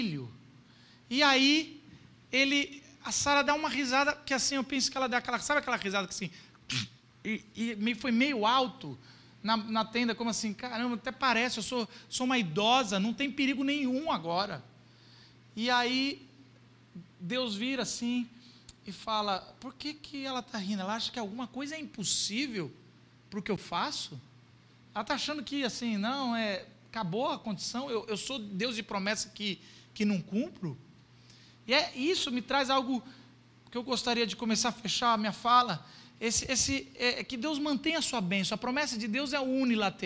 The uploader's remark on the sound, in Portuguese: Culto gravado em 14.